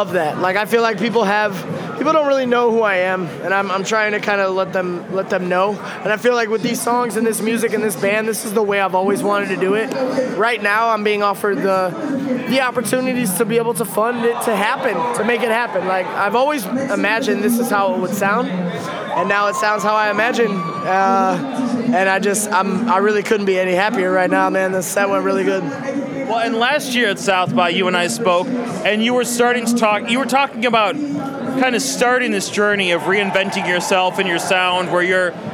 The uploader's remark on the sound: Recorded at SXSW 2016